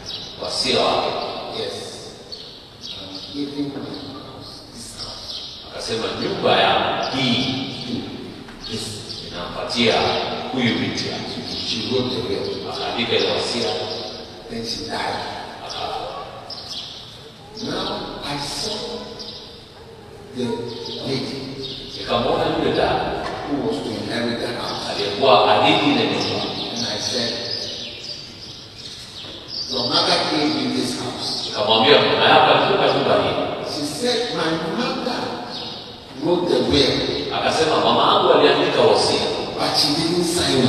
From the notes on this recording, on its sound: Preached at the day 1 of the Healing Jesus Campaign Pastors Conference in September 2023, Narok, Kenya.